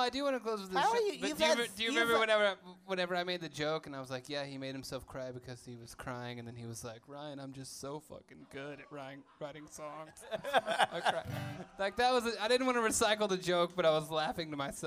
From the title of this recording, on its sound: LIVE from Hat Trick’s Sports Bar, Lewisville, TX